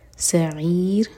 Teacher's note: سعیر عین حلق سے حمزہ کا ساؤنڈ نہ آئے سعیر نہیں سعیر عین میں رو ساکن لائٹ اور مد عارض